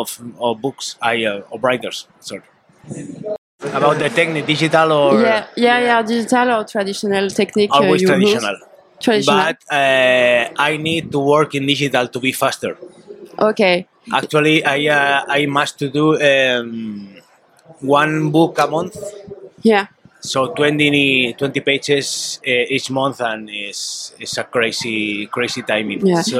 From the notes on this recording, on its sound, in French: lors du Paris Fan Festival où nous avons pu interviewer